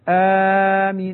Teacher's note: آمين تقول آمين، يعني بمعدل حركتين ونصف مشيها